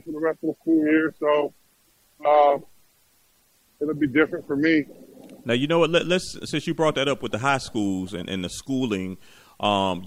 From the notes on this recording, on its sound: on the Beach walking